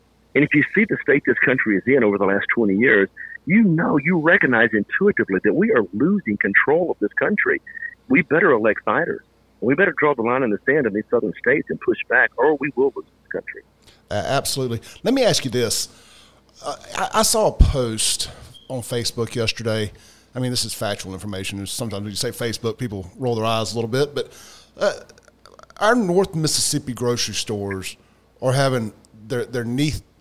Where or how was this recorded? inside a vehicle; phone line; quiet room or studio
phone line